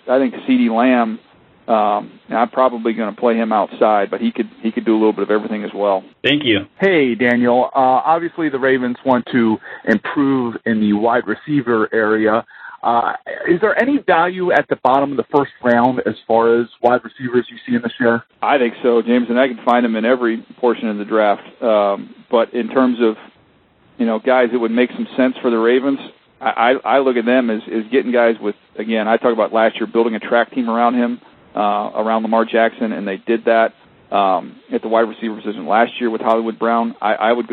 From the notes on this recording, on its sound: held a conference call with members of the media